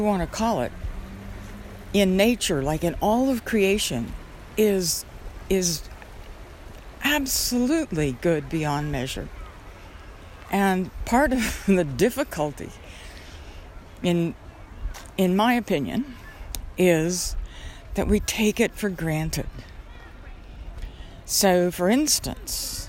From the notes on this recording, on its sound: Almost everywhere I stopped to record, people would show up. A Beautiful Walk in the Park.